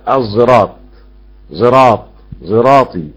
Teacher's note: يقرأ الصاد كالزاي إشماما · Term: إشمام الصاد زاي